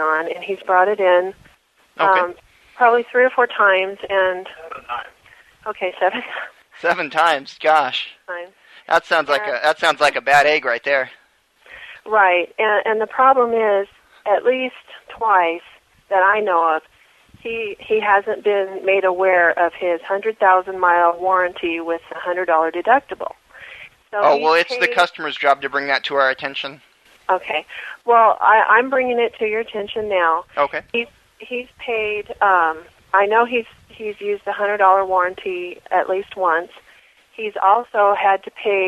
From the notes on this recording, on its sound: …'s Personal Prank Phone Calls Collection.